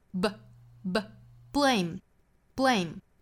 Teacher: deserve the most blame also deserve the most compassion.今天这句话没有什么太难的生词，里面讲到的一些重点词汇，像 deserve、像 blame、compassion 这些词，我们之前早读都出现过。尤其要强调一下 blame 这个词，昨天早读我们已经出现 blame 这个词了，那我格外强调了一下，在辅音连缀 b 和 l 之间不要突出元音了